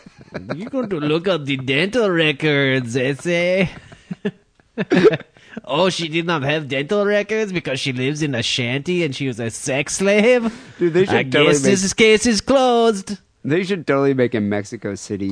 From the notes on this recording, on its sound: Phone calls and listener email.